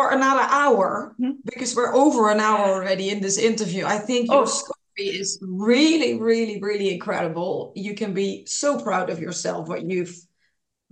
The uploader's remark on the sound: Today a podcast via a ZOOM Call